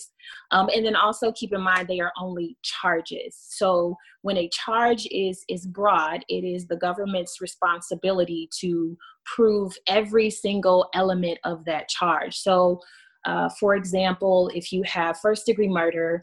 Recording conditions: video call